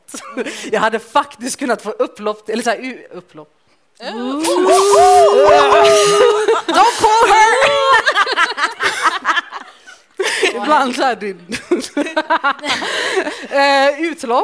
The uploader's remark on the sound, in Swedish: Vi fick äran att livepodda. I detta avsnitt får ni höra vår livepodd.